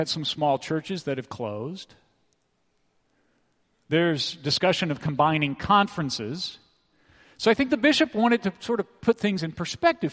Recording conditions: large echoing room